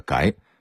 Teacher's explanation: 这音应该是改，声调是第二声阳平